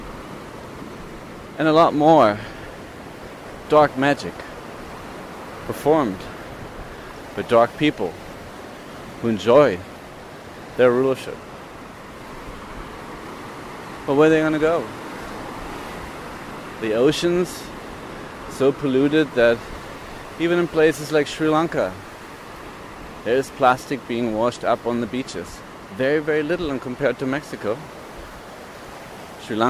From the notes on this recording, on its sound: Walks on the beach in Sri Lanka as he talks into an audio recorder. This is the unedited version of this unscripted podcast.